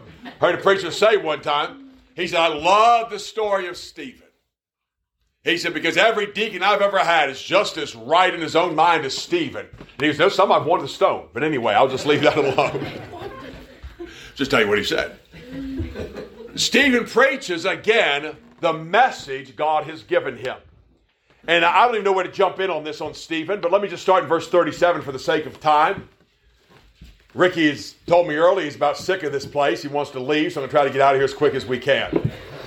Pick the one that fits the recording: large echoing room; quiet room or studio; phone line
large echoing room